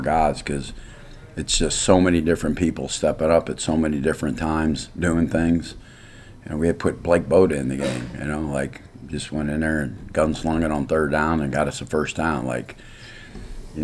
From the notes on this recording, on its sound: Postgame press conference following Texas State win.